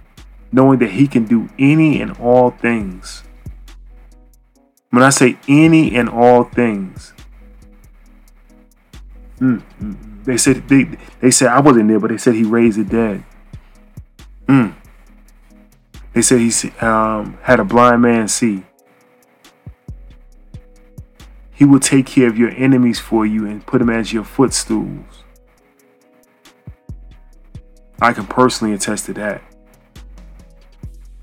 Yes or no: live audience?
no